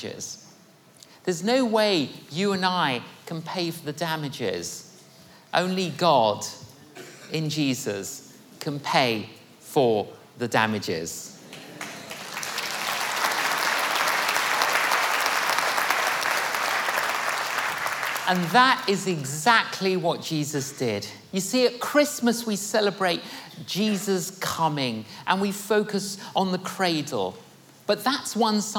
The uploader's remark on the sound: Filmed at Kensington Temple in the heart of London.